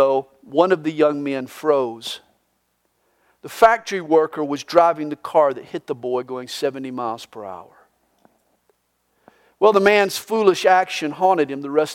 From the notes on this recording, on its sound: This message was recorded live during the Good Friday service at CalvaryCSM located in Lilburn, Georgia.